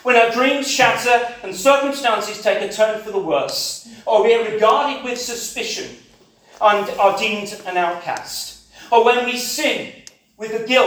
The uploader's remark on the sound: This sermon was preached. At CCM Ladybarn.